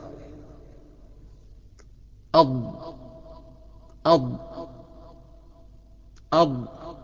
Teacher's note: جوانب اللسان بتحتك بجذور الاضراس من ناحيتين، ولكن احتكاكها باليمة اليسرى اضمن واقوى، وتلاقيها طالعه سهل من يمه الايه اليمه الناحيه الشمال. · Term: الضاد